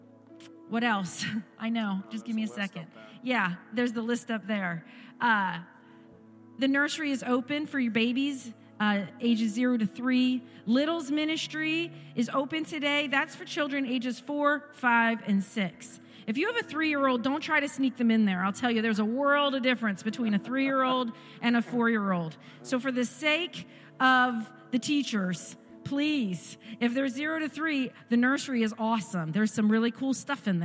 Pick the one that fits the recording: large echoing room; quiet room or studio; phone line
large echoing room